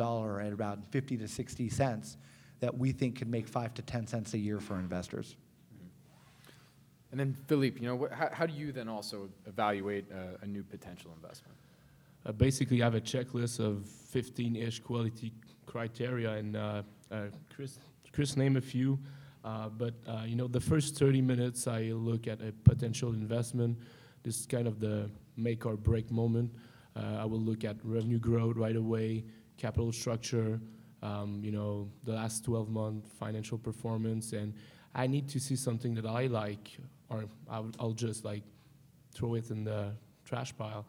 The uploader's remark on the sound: Planet MicroCap Showcase 2018. Planet MicroCap Podcast: LIVE!